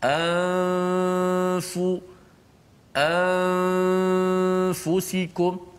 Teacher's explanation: nun itu hanya ada pada gunnah di khayshum di hidung. Selepas kita sebut hamzah, a, ah, okay, mulut kita lidah kita jangan pergi makhraj nun. · Gunah hanya pada nun. Bila kita sebut huruf fa, gunnah dah tidak ada lagi. · Term: ikhfa